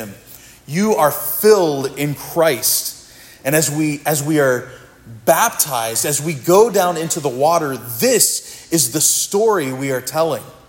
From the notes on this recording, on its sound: This sermon was preached at Providence Church